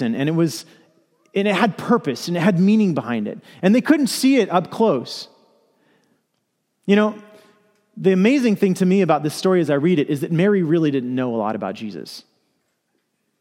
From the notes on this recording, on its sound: Message delivered during the 2PM Christmas Eve Contemporary Worship service.